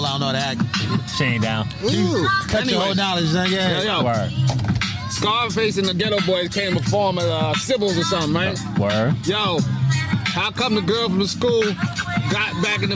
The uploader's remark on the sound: On Location In Mission Beach California.